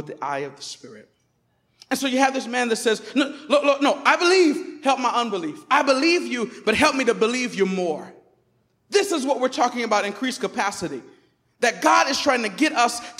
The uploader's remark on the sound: Recorded on 2016-09-11 at the 11:30am Service.